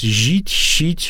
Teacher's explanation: В северной части сохраняются мягкие шипящие.